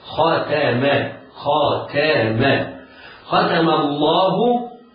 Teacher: الخاء حرف استعلاء مفتوح حكمه التفخيم. خاتا بعده تاء من حروف الاستفال، ومن حروف الاستفال حكمهما الترقيق.